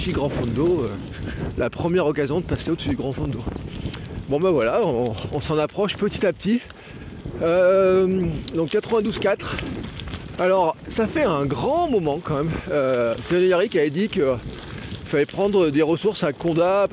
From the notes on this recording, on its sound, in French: mon tout premier Gravelman en live depuis le vélo